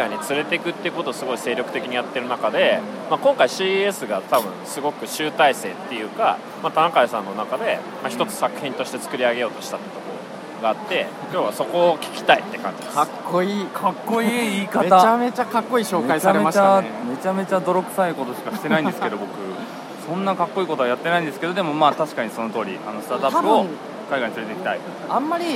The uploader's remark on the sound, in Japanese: 今回の配信は出張録音です。ラスベガスで2019年1月8日〜11日に開催された世界最大の家電見本市「CES2019」での収録。ラスベガス Caesars Palaceより。